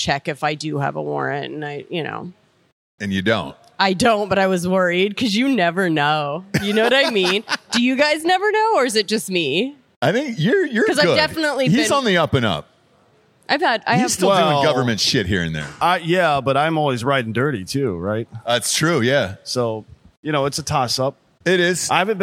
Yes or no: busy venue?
yes